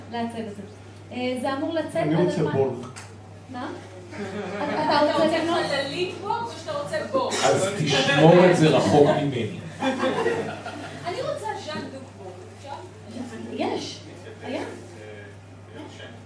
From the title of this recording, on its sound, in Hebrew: פרק מול קהל חי בפסטיבל אייקון